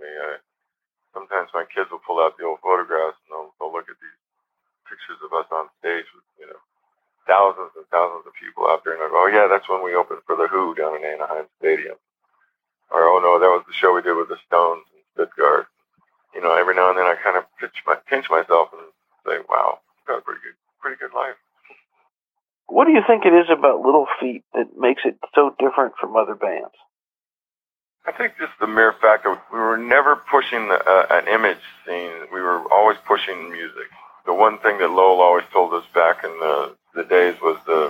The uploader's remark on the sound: This interview was recorded and broadcast on the radio in 2008. Joined me by telephone.